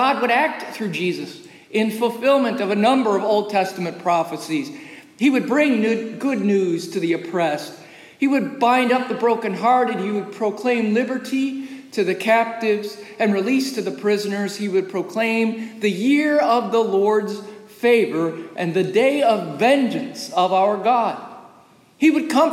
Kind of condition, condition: setting, large echoing room